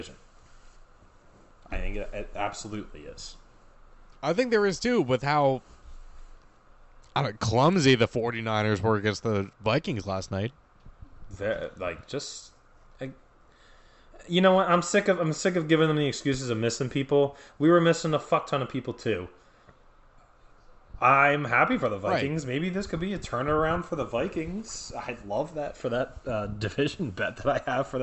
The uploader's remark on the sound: We recorded this during the Phillies game and we have some live reactions. Skype stopped recording 1 minute and 12 seconds.